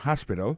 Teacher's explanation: accent tombe sous premier syllabe là, il y a trois syllabes